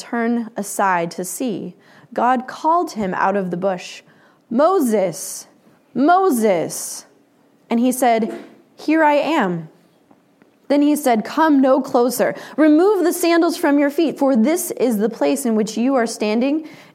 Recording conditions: live audience